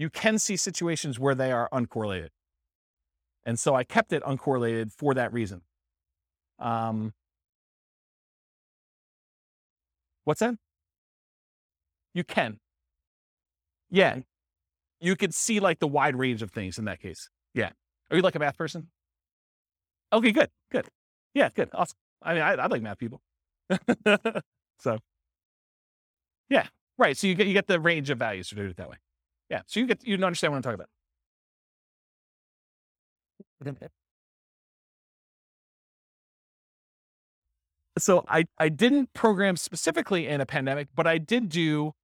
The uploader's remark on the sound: This was a live class recorded.